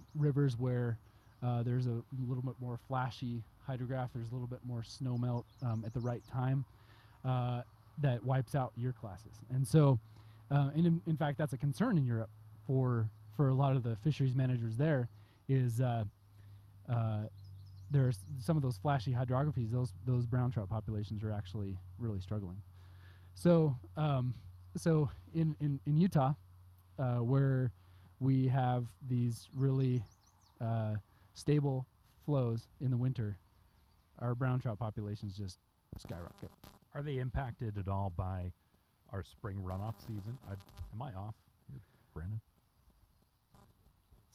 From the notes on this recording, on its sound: Outside a van down by the Weber River